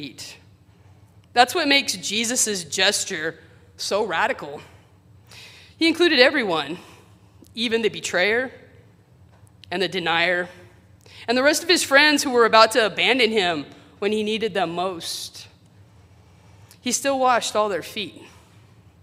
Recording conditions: large echoing room